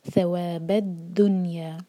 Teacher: ہمزۃ الوصل کے بعد جو لام ہے کیونکہ اس کے اوپر کوئی حرکہ نہیں ہے تو ہم اس کو پروناؤنس نہیں کریں گے. تو یہاں پر ہمزۃ الوصل اور لام دونوں سائلنٹ ہیں. ثواب الدنیا، یہ جو ورڈ ہے الدنیا، نون پر جھٹکا نہ آئے اور نہ ہی نون کے نیچے کسرہ ہے، یہاں پر ہے سکون.